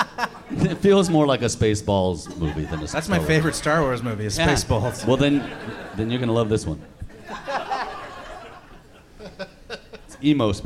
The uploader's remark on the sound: Live from Cobb's Comedy Club in San Francisco